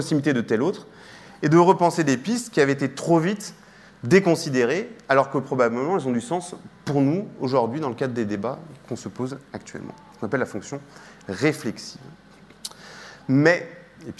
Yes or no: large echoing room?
yes